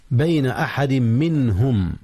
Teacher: أدغم التنوين في الميم بين أحد منهم. منهم إظهار النون قبل الهاء منهم إذ الهاء من أحرف الحلق. · Term: إدغام